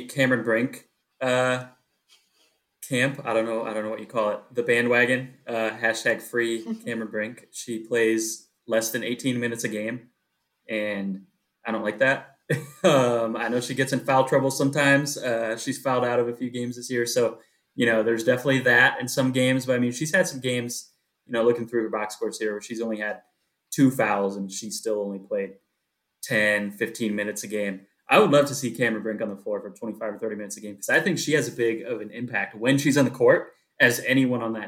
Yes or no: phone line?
no